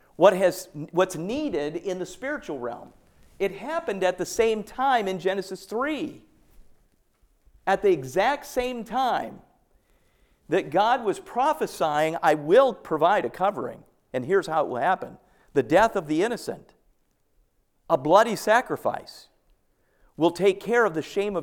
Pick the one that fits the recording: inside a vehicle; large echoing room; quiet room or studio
large echoing room